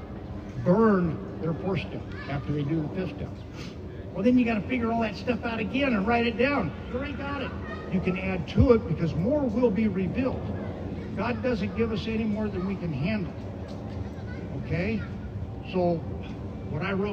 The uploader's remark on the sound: Friday Night Live barbecue. AA Park Speakers.